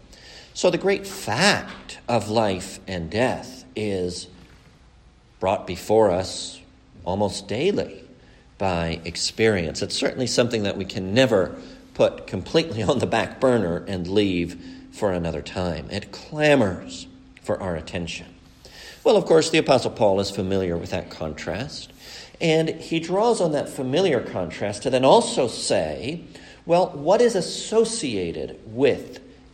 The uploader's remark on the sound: A sermon preached at the funeral service